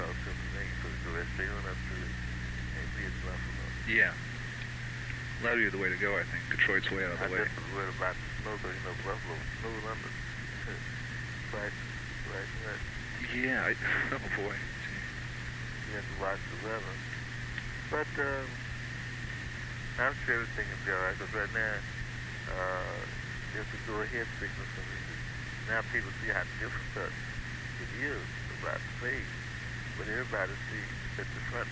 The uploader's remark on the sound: Phone call. The house in Philadelphia.